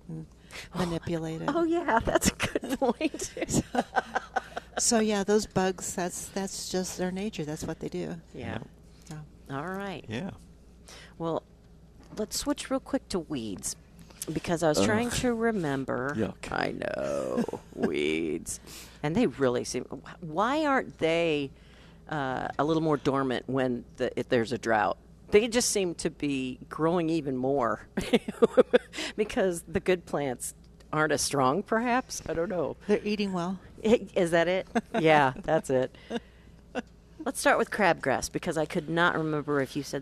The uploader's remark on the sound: Plant Experts live from Prairie Gardens